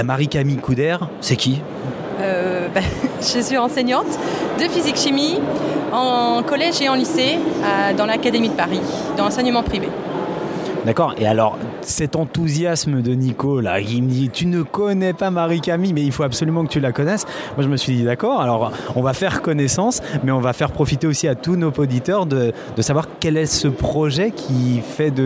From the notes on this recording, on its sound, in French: Second épisode hors série sur 3 enregistrés en direct d’Educatec/Educatice du 26 au 28 novembre 2014.